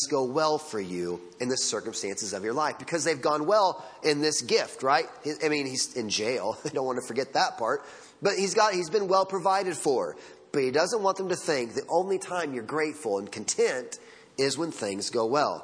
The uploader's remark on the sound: Sunday Morning Sermon Audio